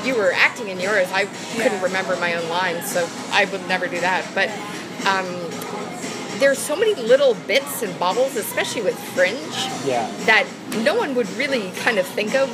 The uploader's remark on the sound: Ordinarily, I’d get my friends over to record in a more studio-like atmosphere, but it’s rare that these two guests and I gather so I felt like celebrating with a table for three. There’s a bit more ambient noise in this episode than usual, but never enough to be too distracting.